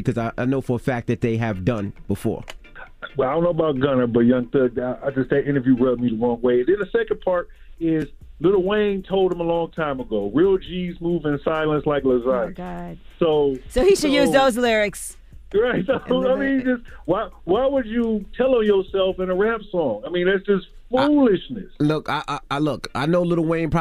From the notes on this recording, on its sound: open up the phone lines for our listeners